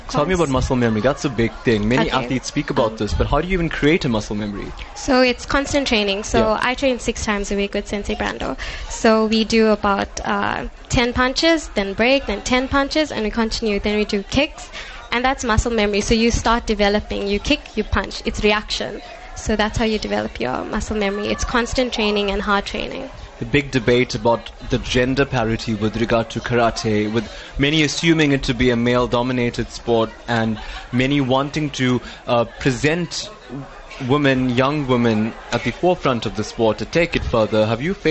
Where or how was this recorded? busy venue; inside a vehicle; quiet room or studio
busy venue